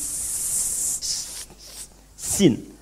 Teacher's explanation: Ujung lidah torful lisan bertemu dengan torful lisan, ujung lidah bertemu dengan gigi